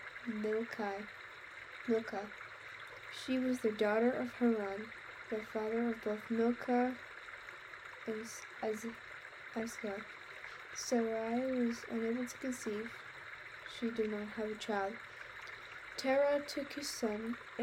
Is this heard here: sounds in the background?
yes